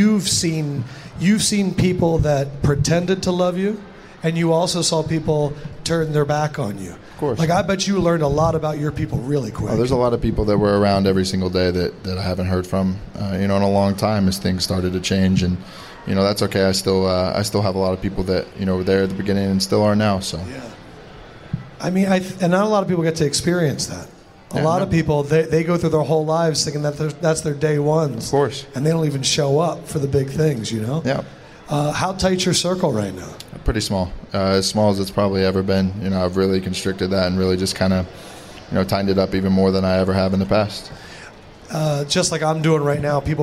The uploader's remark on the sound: The show was recorded LIVE inside the Caesar's sports book in Las Vegas.